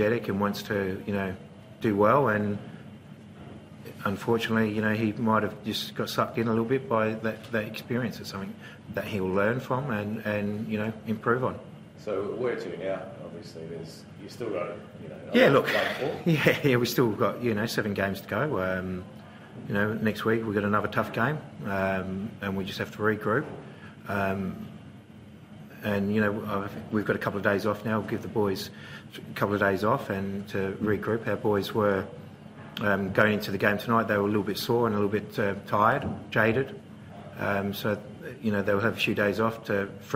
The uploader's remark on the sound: Post-Match Press Conference